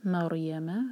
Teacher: را ہیوی ہونا چاہیے کیونکہ را ساکن سے پہلے فتحہ ہے